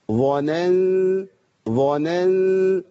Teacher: اخلص النون الضعيفه من الظاء التخينه القويه